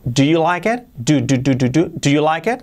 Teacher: Al empezar es una D, que casi es una T de fuerte.